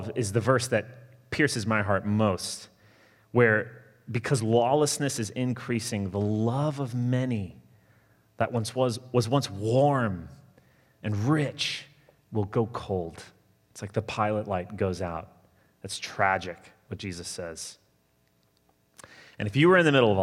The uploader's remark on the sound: Sermon delivered Sunday, November 22, 2020